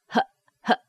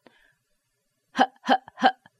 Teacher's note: So we use this little glottal stop to cut off the air. Now, it's important that you have some strong air coming up out of the throat, usually in the form of a vowel sound, and then you squeeze the muscles in the throat to stop the air.